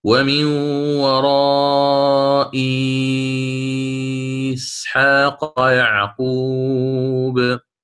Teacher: إسحاق عندنا السين هنا ساكنة بعد الهمزة الثانية، فسيقرأ الإمام ورشهنا وهنا هكذا: ومن وراء إسحاق يعقوب. هذا وجه الإبدال المقدم أداء، وأتينا بالإشباع لأن السين ساكنة